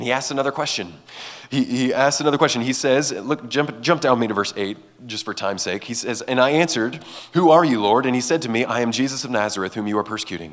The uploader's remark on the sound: gave this message at Fall Conference 2023